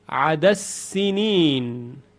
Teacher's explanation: عدد سنین ادغام دال در حرف سین. عدد سنین، عدس سینین.